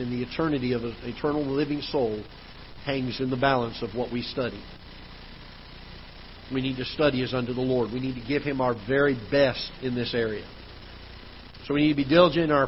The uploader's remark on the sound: Ketha Heights Baptist Church ~ Live Broadcast